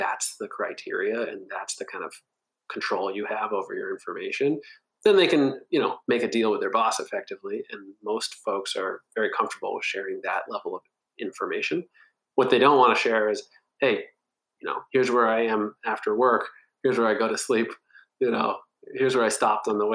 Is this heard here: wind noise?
no